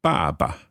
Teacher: Second one, neutral tone. The first one is fourth tone.